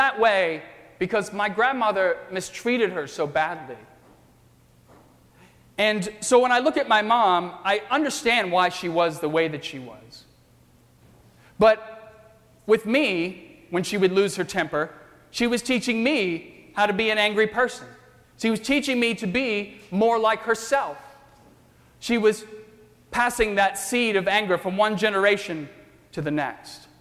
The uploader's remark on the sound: during the 7:00 PM Good Friday service on Sunday March 30, 2018 at First Presbyterian Church of Arlington Heights, Illinois